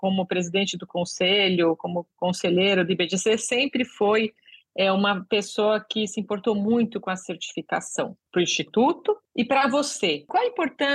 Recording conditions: video call